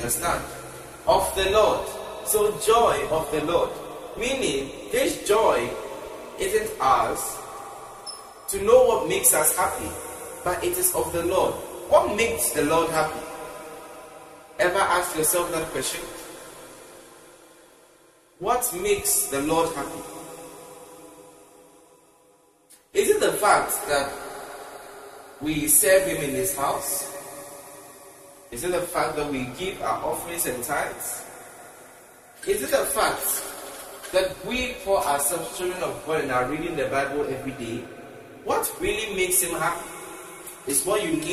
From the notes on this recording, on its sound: Preached at the TJOTLIMS Conference 2023 at the Love Arena, Accra.